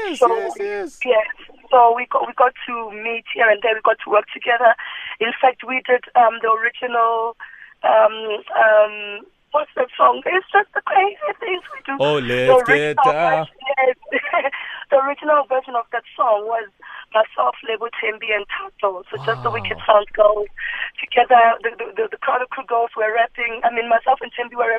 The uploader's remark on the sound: PHONE INTERVIEW